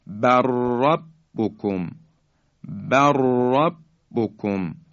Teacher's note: لام ساکن حذف میشه، را در حقیقت مشدد بیان میشه به این شکل، بر ربکم، بر ربکم، لام ساکن در را ادغام میشه.